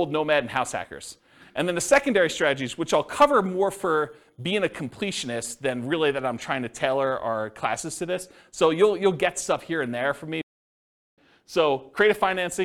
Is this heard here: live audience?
yes